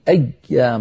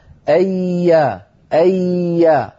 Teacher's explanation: أي أياما، لا تقولي أياما، لا تقطعي ولا تبتري صوت الياء فالياء رخوة · Shown in: second take · أي أي فصوتها لا ينقطع.